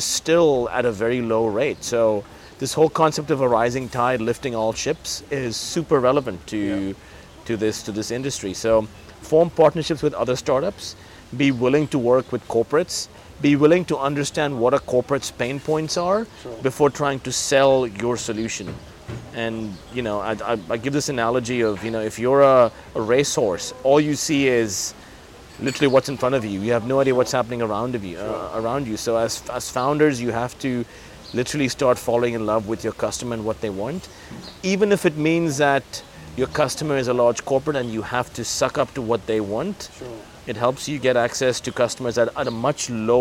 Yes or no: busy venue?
yes